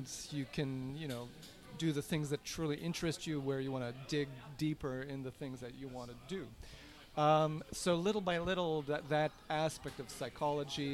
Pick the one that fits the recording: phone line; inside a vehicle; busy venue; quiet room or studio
busy venue